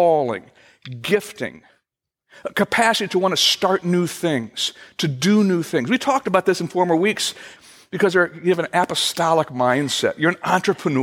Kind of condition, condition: setting, large echoing room